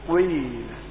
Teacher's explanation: حركة مكونة من حركتين، الأولى الضم والثانية الكسر · Term: إشمام حركة بحركة